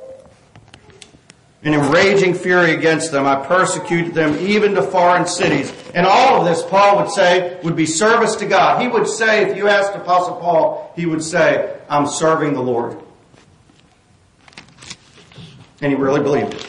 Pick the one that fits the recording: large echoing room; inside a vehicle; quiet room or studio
large echoing room